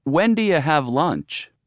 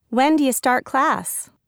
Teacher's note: Notice how we reduce do you to do ya in these questions.